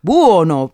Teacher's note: E poi, come negli altri dialetti del centro Italia, c'è la perdita del suono U in buono, che diventa bono. A Napoli dicono buono, però, con la O chiusa.